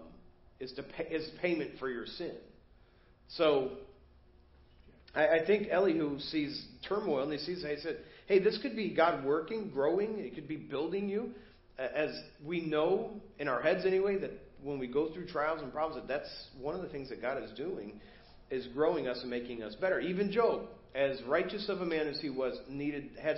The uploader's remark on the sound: Preached at First Baptist Church of Hazel Park